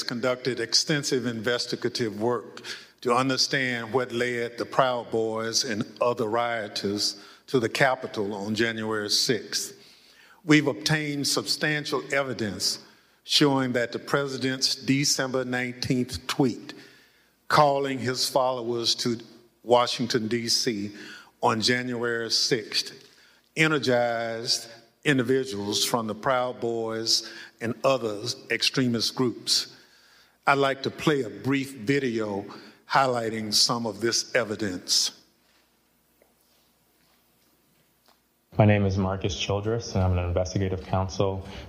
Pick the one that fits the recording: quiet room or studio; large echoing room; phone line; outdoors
large echoing room